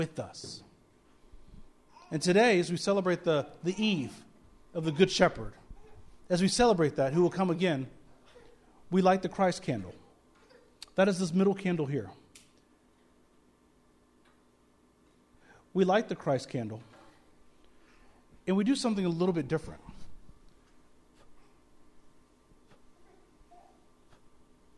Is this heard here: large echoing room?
yes